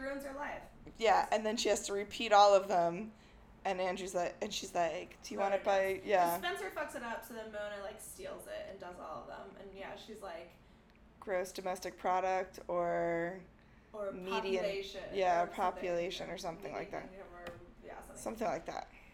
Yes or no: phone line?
no